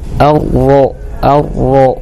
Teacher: Ro ketika dalam kondisi fathah dia tafkhim.